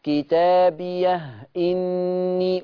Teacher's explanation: عشان أقول إن دي اسمها هاء سكت ساكنة وقفا ووصلا، وقفت فهي ساكنة، وصلت برضو فالهاء ساكنة